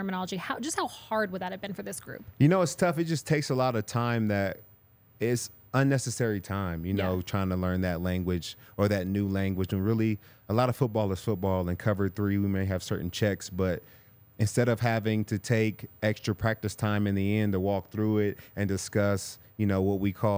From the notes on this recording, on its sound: coming to you LIVE from the DNVR Bar